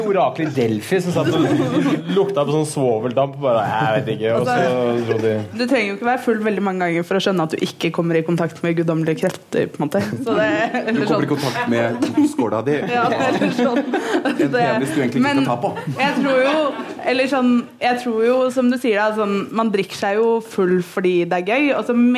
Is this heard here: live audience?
yes